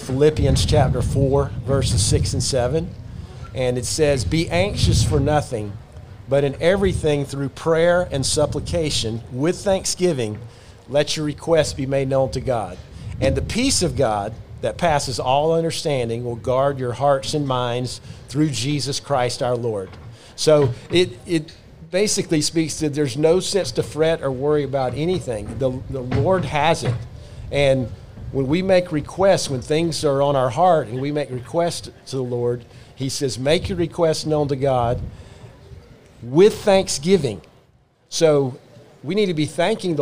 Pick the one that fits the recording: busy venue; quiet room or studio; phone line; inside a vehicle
busy venue